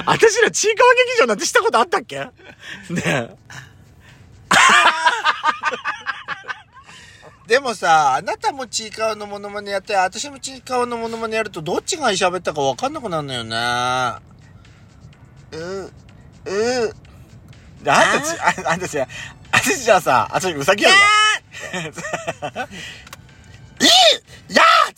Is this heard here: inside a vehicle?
yes